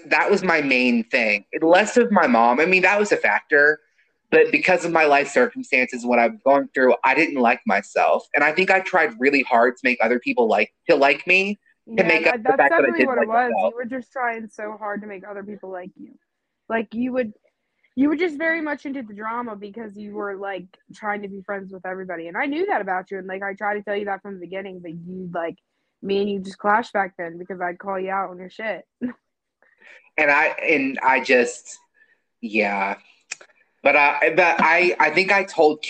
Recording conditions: poor sound quality